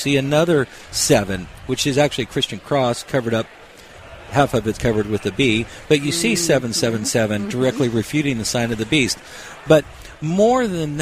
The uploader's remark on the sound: this year’s Workmatters Conference as we had our broadcast LIVE from their site in Rogers, Arkansas